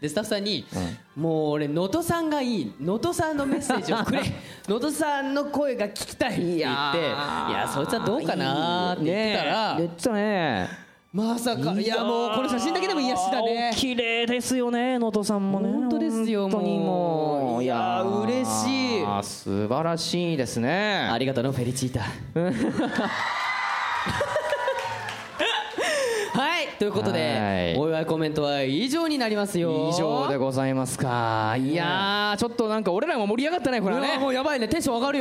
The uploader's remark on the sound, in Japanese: 下北沢タウンホールで行われた。100回記念の公開録音の模様をお届けします！